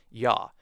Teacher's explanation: The weak vowel doesn't hold, so it gets replaced with a stronger vowel, a stronger A-class vowel, yah.